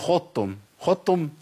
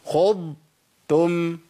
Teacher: لساني ما لمسش في مخرج التاء وانا بجيب الضاد · Shown in: second take · لازم افصل بين المخرجين.